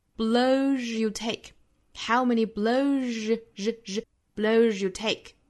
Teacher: 其实 z 加 ye 有一个连读同化哈，我们可以在这里面选择去做一个连读同化，发成一个 r 的发音。Blows you take, how many blows you take?也可以选择我们在 blows 这里面做一个强调，这样的话呢，就完美的躲避过了这个同化音的发音了。Life is not about how many blows you take.